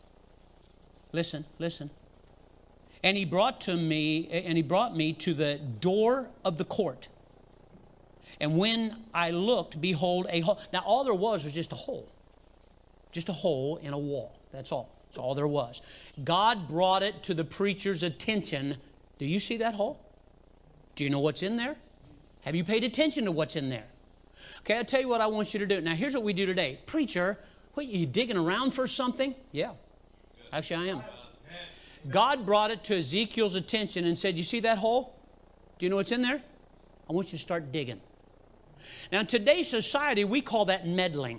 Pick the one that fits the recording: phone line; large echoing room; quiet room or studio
large echoing room